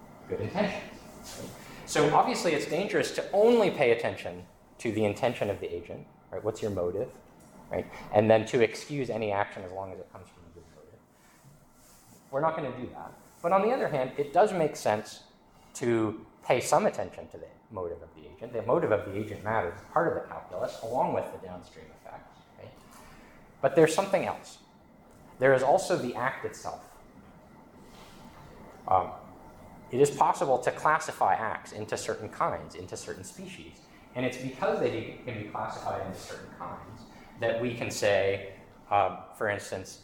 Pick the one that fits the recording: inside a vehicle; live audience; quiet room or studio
live audience